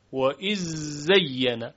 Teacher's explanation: و اذ زین، که زال در ز ادغام میشه